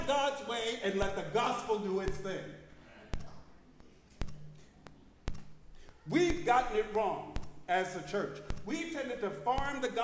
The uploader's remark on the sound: Sermon preached at RCHP on July 16, 2023.